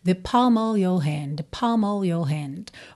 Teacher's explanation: a gente nem tem esse of com som de OV mesmo